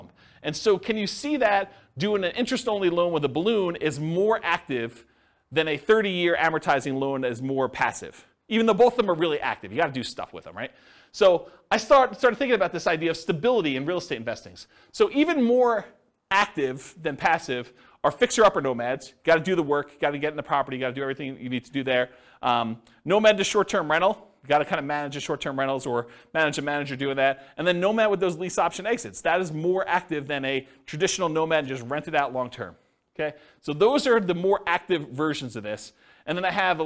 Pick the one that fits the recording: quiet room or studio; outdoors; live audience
live audience